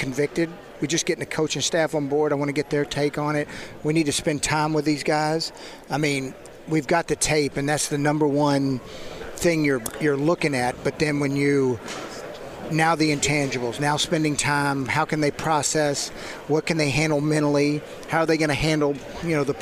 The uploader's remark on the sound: Live From the NFL Combine!